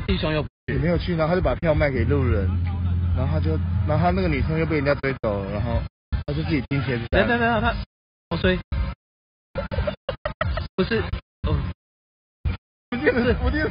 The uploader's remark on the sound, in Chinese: 野外錄出。在意音質者請注意！！！！錄音來自2020年漂遊者音樂祭現場收音。